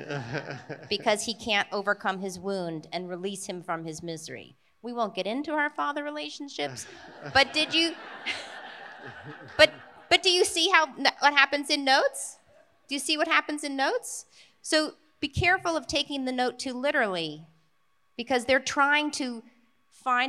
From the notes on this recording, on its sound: We’re closing out 2022 with a LIVE panel from our time at the Austin Film Festival.